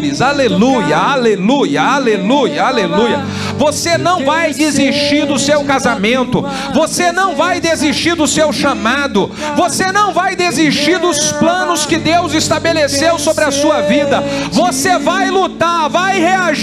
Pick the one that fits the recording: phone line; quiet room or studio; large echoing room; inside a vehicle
large echoing room